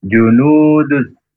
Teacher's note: Huruf jim dari tengah lidah ke tengah langit-langit. Dan tidak berdesis ya, huruf jim. Junu nu panjang dua harokat karena ada wawu sukun sebelumnya berharokat domah mimat taudi'in.